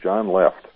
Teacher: In English, we have strongly stressed syllables that we have at roughly equal intervals when we're speaking. And then we have weakly stressed syllables that get kind of scrunched up in between the strong stresses. And we can have a sentence like, John left, two stresses, two words.